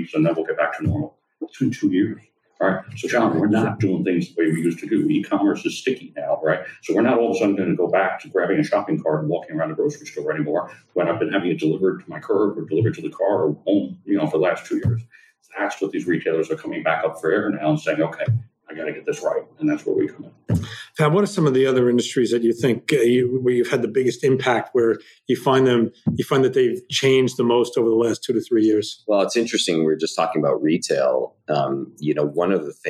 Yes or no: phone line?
no